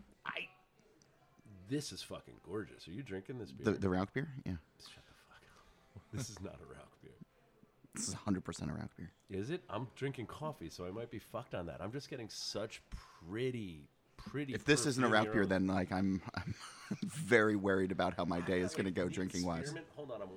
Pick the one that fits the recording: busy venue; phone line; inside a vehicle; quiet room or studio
busy venue